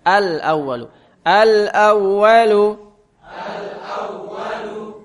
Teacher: Al bertemu hamzah, itu harus jelas.